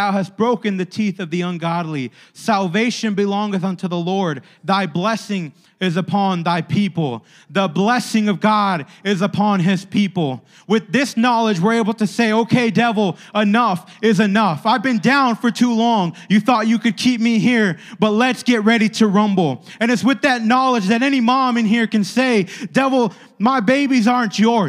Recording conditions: large echoing room